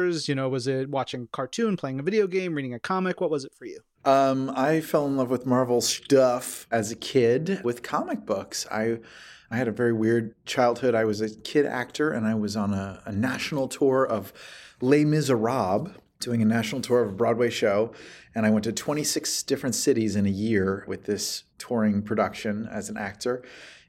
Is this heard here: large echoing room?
no